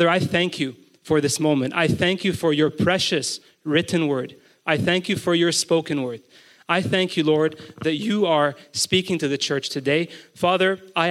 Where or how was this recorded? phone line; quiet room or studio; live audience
live audience